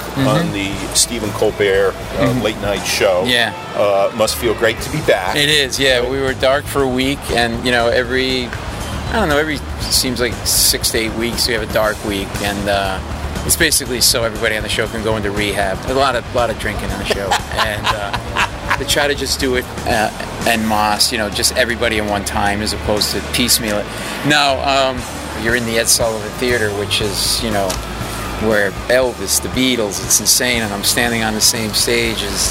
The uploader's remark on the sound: the walking and talking podcast